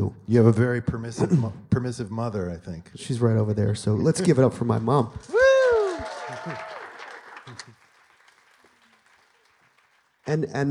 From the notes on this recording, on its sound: Recorded live at the MIT Museum in Cambridge, MA.